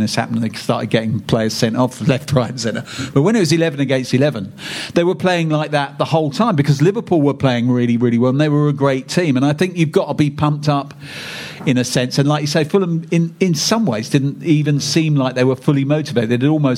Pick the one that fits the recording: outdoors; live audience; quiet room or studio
live audience